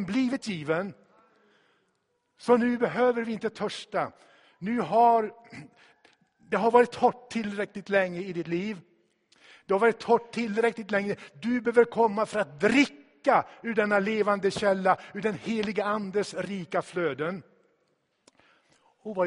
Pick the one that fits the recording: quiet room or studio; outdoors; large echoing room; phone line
large echoing room